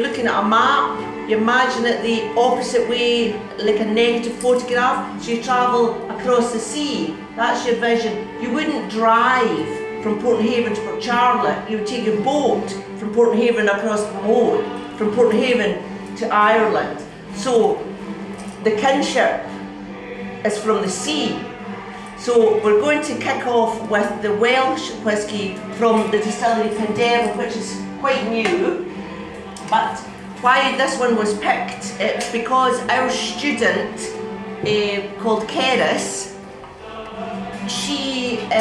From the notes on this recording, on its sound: Feis Ile. Everything you will hear was recorded at the festival.